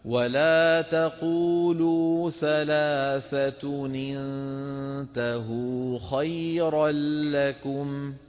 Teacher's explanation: فنكسر التنوين للتخلص من التقاء الساكنين